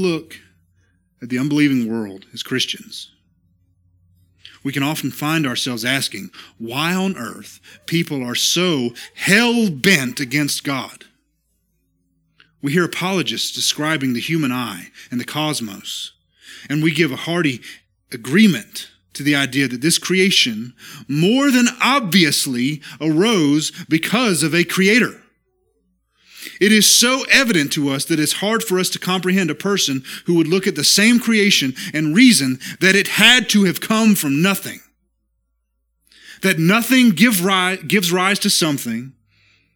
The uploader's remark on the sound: This is the sermon from our Tuesday night Worship Service at Immerse Church